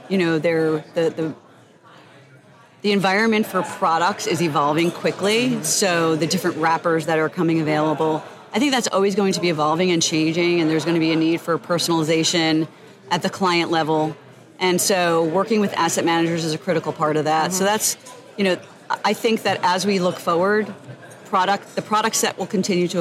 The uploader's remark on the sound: recorded live on the event floor of Nicsa's 2023 Strategic Leadership Forum during a networking breakfast